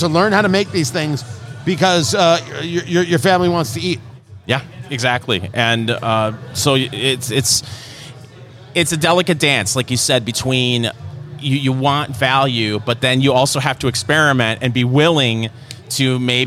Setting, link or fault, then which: setting, busy venue